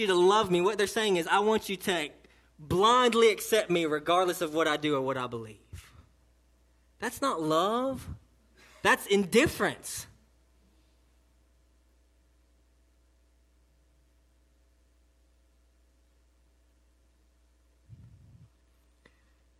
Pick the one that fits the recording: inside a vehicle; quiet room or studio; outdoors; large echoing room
large echoing room